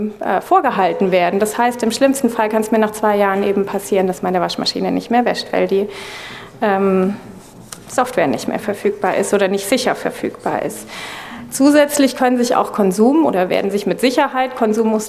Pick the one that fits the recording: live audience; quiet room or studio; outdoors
live audience